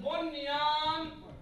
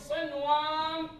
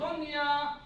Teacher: لكن عندما يأتي النون مع أحد أحرف الإدغام في كلمة واحدة مثل بنيان تظهر النون